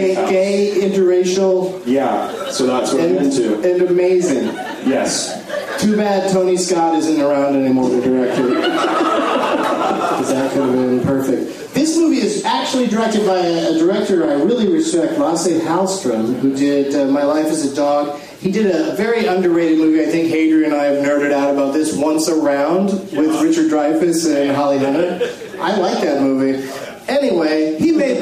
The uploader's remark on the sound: This shorty features the audio from the opening of The Benson Movie Interruption. At Cinefamily.